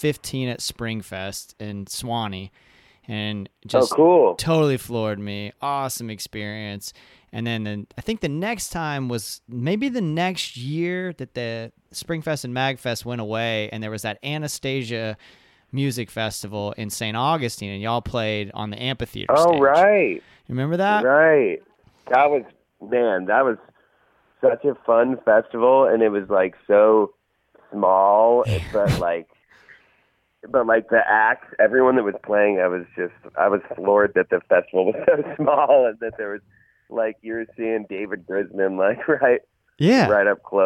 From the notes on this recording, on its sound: caught up by phone